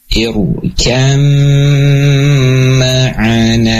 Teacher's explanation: huruf ba-nya hilang, masuk ke dalam huruf yang kedua, ke dalam huruf mim. · Term: idgham dengan gunnah